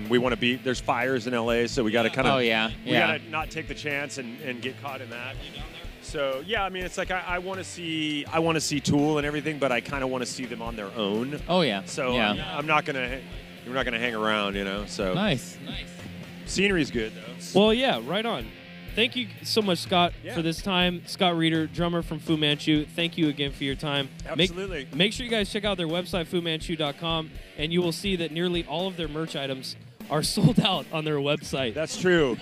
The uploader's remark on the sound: Aftershock Festival Day 3 coverage of Sunday October 13th, 2019.